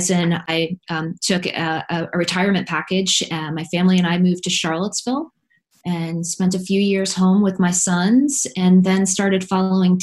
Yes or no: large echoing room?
no